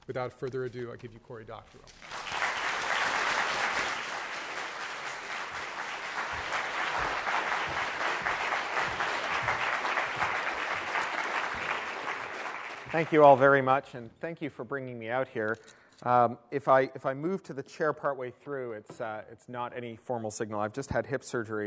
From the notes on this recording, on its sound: attended my University of Toronto iSchool talk